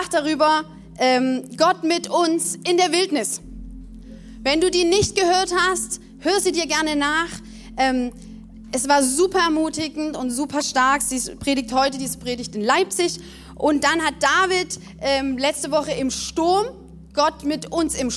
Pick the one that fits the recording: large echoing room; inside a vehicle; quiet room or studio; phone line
large echoing room